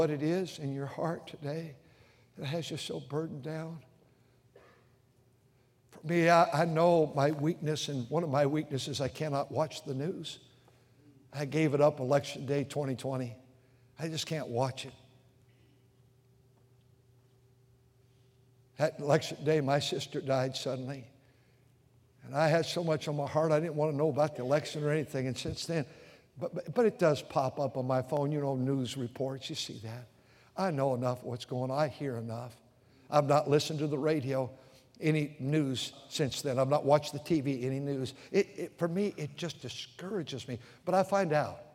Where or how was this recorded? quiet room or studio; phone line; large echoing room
large echoing room